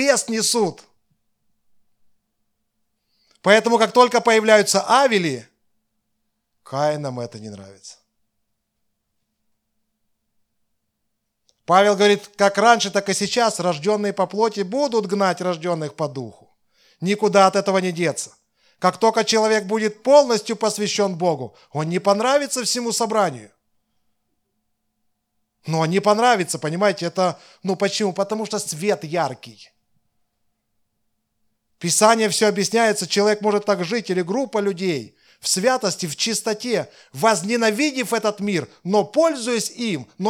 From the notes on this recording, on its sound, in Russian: Запись воскресного служения Церкви в Евпатории.